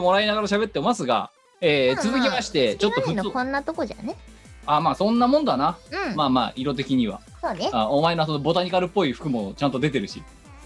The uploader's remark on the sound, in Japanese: 本番組はリモート収録です。収録時環境の影響により、聴き取り辛い部分があります。